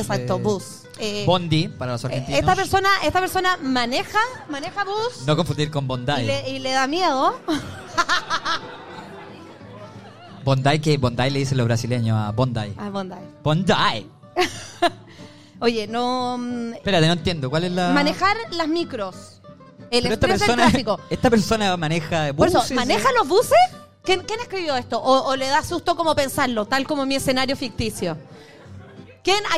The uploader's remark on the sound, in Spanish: (SHOW EN VIVO) desde The Barrie - Sydney. Por primera vez hicimos un capitulo completamente en vivo junto a todos ustedes en Sydney.